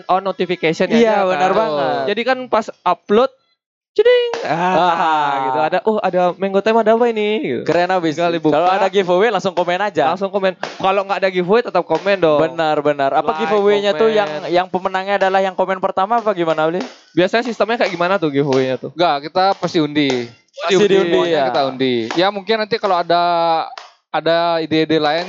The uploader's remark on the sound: Live at Creator Corner by HIPMI Denpasar